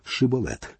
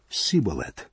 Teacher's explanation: в їхньому діалекті не використовувався перший звук цього слова – звук «ш» · Shown in: first take